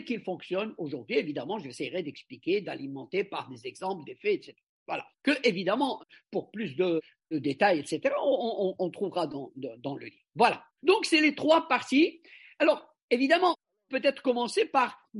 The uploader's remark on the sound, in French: Cet épisode a été enregistré le 06 mars 2023 via zoom par le Centre d'Études Maghrébines à Tunis ( CEMAT ).